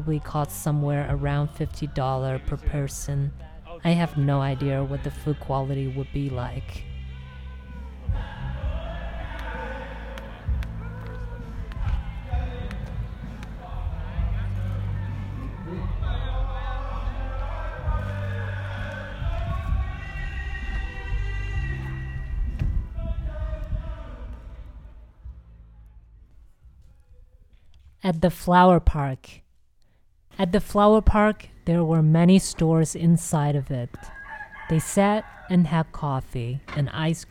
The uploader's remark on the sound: Dalat, Phu Quoc, Vietnam. The street sounds are recorded during the first two weeks of January 2020.